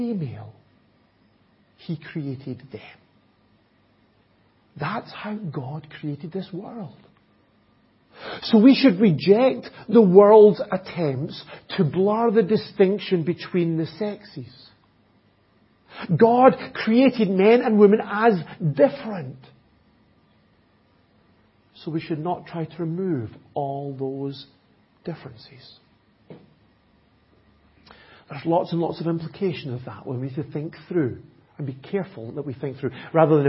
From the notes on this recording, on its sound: Audio recording of the Sunday morning Bible Teaching. At Enniscorthy Christian Fellowship, Enniscorthy, County Wexford, Ireland on 12th September 2021.